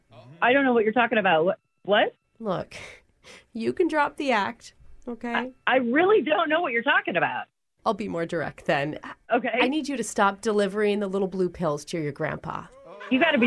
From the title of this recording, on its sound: Phone Tap